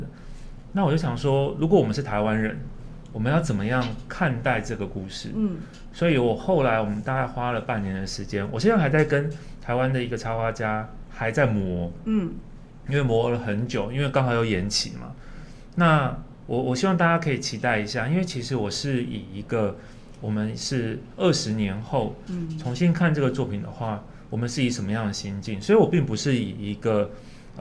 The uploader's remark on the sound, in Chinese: 本集節目在「Sidoli Radio小島裡」現場錄製